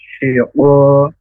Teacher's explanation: huruf shin ya, dari tengah lidah keluar nafas yang banyak